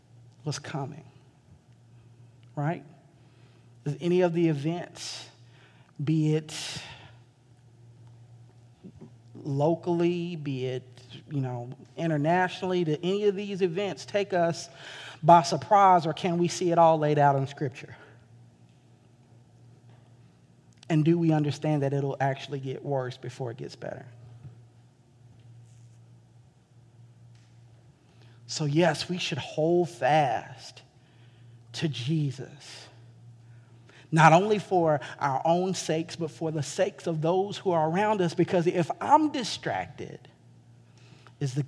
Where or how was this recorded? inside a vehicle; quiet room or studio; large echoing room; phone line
large echoing room